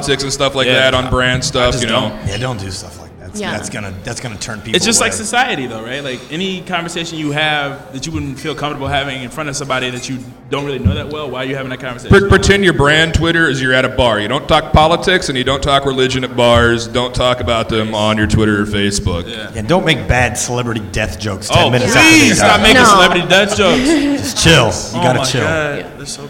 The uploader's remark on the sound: In a live podcast panel at Rockit Bar & Grill